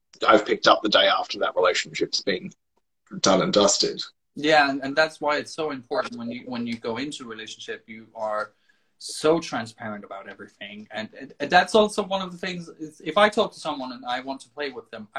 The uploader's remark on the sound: Recorded on 15 August 2020 on Instagram Live